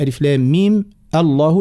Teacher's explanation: الساكنين باش نحركوا بالكسر، لكن لنا حركنا ألف لام ميم الله الميم حركناه بالفتحة باش نحافظ على التفخيم تاع اسم الجلالة